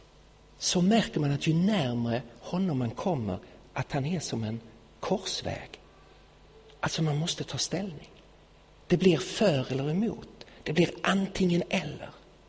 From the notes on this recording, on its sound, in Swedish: Inspelad i Betlehemskyrkan i Stockholm 2016-01-31.